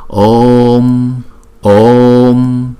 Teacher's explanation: Chữ O là diphthong hai nhịp, chúng ta đọc chữ O kéo dài xong rồi mới đóng chữ O lại.